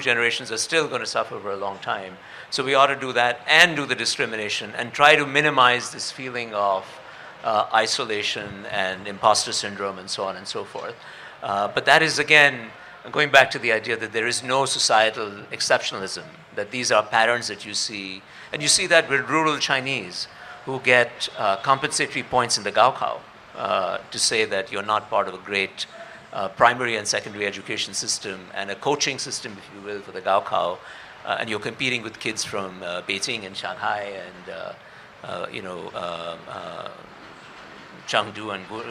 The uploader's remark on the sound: This episode is a live session from Jaipur Literature Festival 2023!